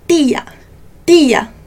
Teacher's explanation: a pontinha da língua encostando no céu da boca, quase tocando também essa parte superior dos dentes atrás